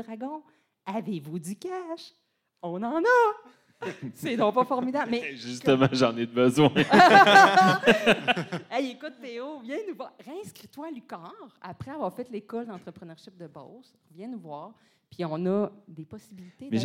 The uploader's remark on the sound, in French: Podcast devant public. Podcast commence à 5min55, après les allocutions!